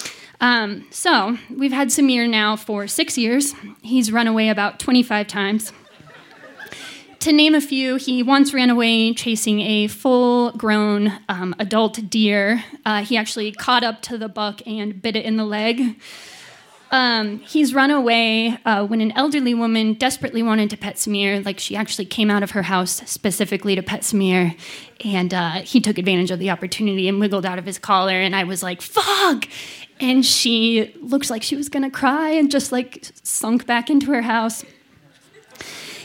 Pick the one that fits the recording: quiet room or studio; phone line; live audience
live audience